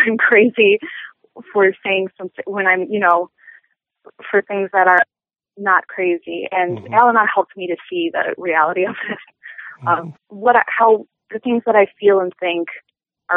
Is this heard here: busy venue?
no